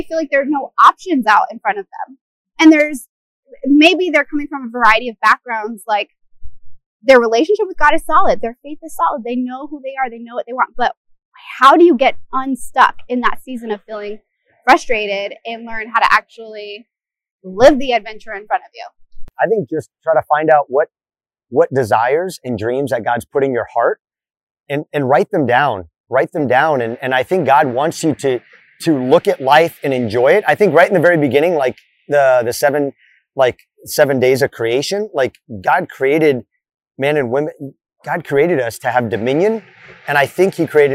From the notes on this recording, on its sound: The audio is a little rough in this podcast- we're still figuring this whole thing out.